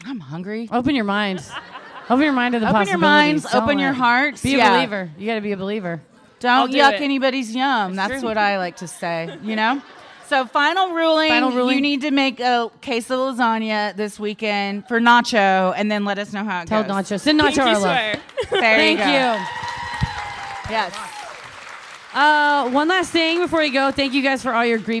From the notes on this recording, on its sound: Recorded Live at Wiseguys, Salt Lake City.